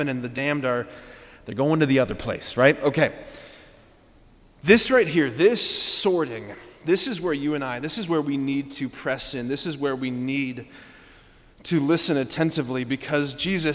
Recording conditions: large echoing room